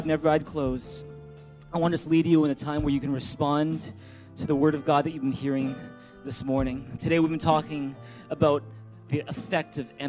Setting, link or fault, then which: setting, large echoing room